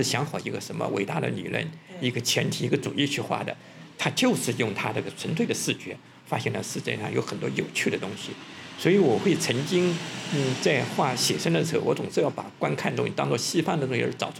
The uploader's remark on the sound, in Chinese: 在展览现场的对谈。